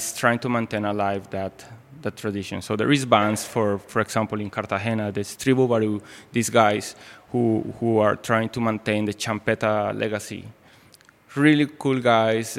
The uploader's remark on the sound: Live conversation in the gallery.